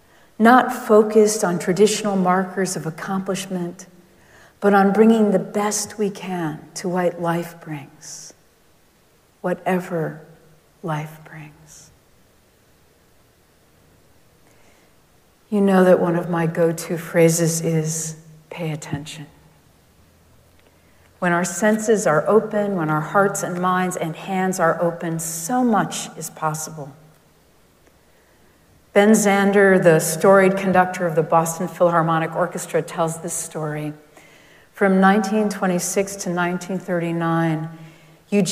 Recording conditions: large echoing room